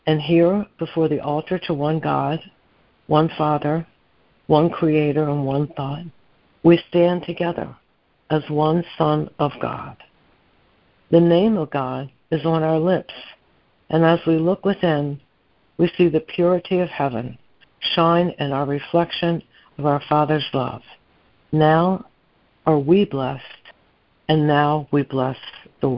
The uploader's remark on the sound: ACIM Daily Conference Call